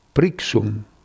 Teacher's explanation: una sibilante palatale sonora largamente impiegata nelle parole liguri